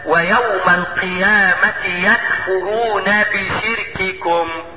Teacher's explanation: الكاف والتاء دول مهمين، وخلي بالكم برضو فيهم يجب بيان الشدة التي فيهما